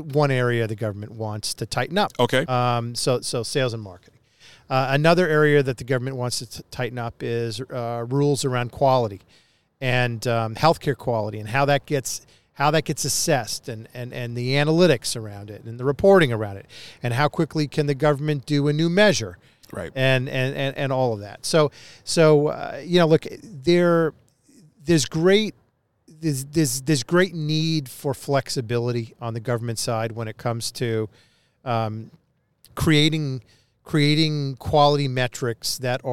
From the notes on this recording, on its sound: broadcasting from Downton Nashville at the Music City Center at the VIVE Healthcare Tech Conference